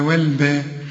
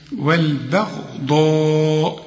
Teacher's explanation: الغين والضاد والألف كمان المد بتاعها هما المفخمين · Shown in: second take · إنما والباء مرقق.